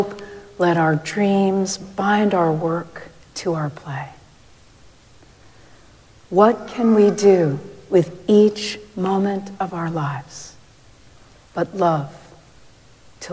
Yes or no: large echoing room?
yes